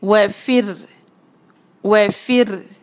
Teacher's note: فرعون میں جو ہے آپ فا پہ کسرہ ہے، اس کو باری کریں، فر فر نہیں کہنا بلکہ فر فر، اور رو پہ جو ہے ہلکی سی پیچھے کو کر کے وائبریشن ہوئے گی ہلکی سی، جس سے ہم تکرار کہتے ہیں